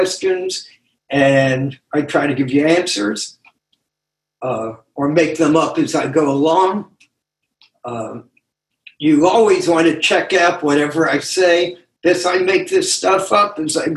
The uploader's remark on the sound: Took us on a zoom journey through the Essays.